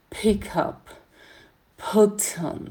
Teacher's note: Звук «пон», дайте ему больше аспирации.